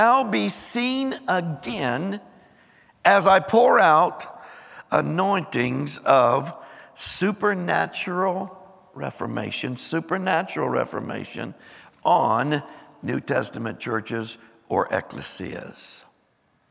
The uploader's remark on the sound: Recorded live on 12/31/23.